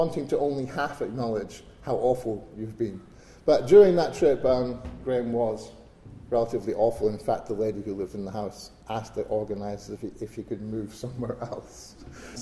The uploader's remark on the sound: recorded at the National Library of Scotland before an audience